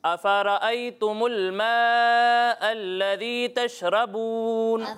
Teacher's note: مد متصل ہے، ٹھیک ہے. تو اسے تھوڑا زیادہ کھینچ کر پڑھیں، دو یا پھر ڈھائی الف کے برابر